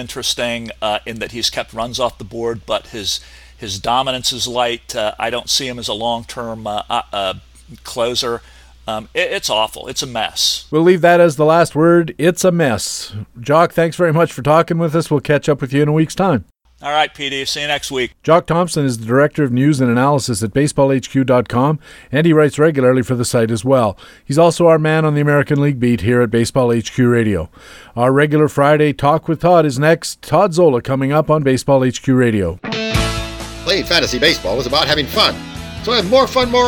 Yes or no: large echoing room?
no